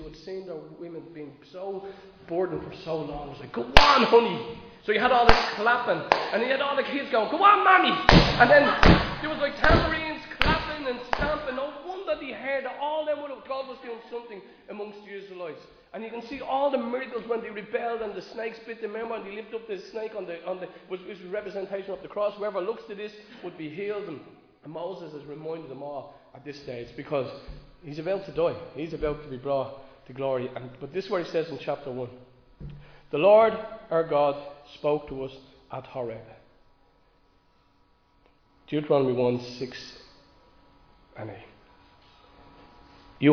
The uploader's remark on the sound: Recorded live in Liberty Church